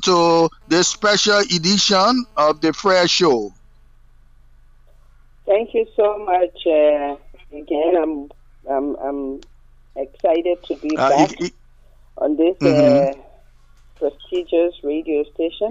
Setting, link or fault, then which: link, phone line